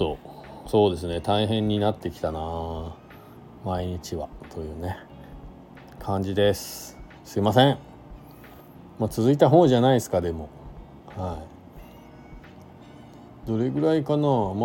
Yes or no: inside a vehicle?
yes